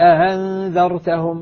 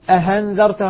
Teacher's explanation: المهم أنني لما عندما أسهل لا آتي بهمزة محققة تخرج من الحلق، ولا آتي بها هاء خالصة · Shown in: first take · ولا ألفا مادية خالصة، وإنما آتي بها حرف بين هذه الحروف. · Term: التسهيل